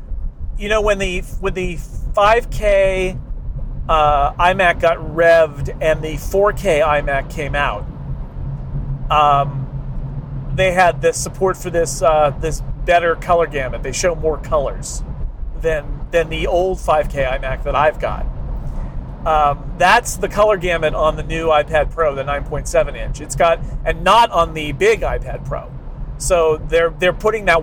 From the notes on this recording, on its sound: Live From Interstate 280. Fresh from Apple’s March 21 event in Cupertino and keeps him company on his long drive home up Interstate 280.